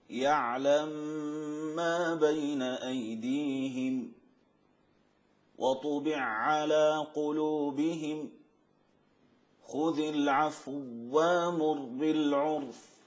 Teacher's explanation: إدغام المتماثلين الكبير في كلمتين